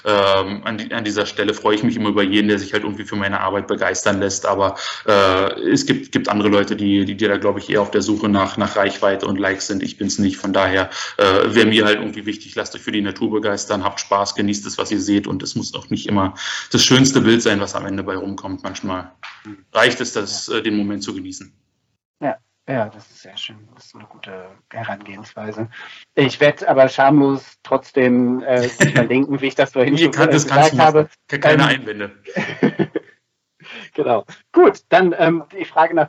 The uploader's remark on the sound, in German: Leider hatte ich erneut Probleme mit dem Audio, ab der nächsten Folge sollte das Problem gelöst sein.